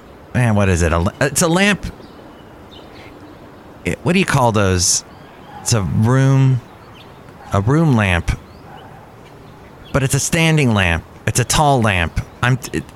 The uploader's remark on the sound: Podcasts live from Cafe Anyway.